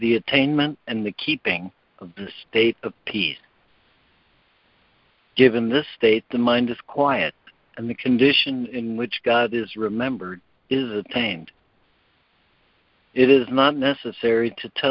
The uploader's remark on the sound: ACIM Daily Conference Call